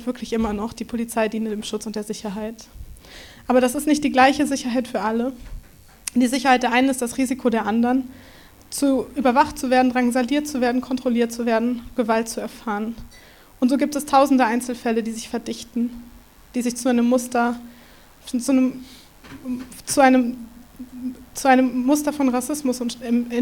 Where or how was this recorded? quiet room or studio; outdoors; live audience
live audience